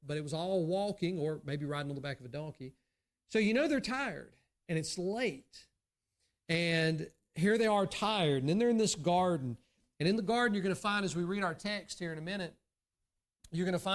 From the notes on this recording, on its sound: during the Sunday morning service on December 3, 2023, at Southside Baptist Church in Mount Airy, NC.